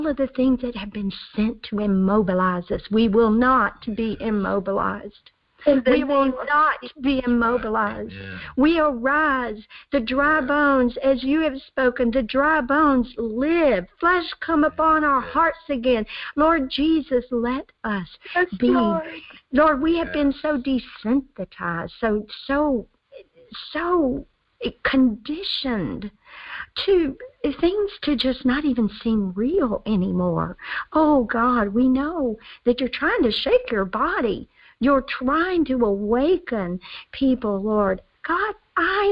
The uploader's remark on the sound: Our fifth Phone/Internet Prayer Conference Call.